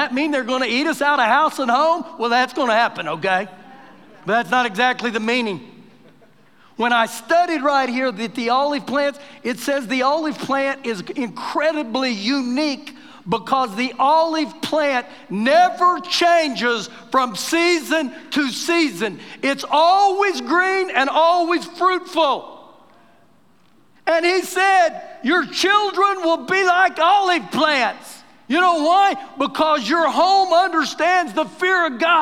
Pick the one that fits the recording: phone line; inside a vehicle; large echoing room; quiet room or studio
large echoing room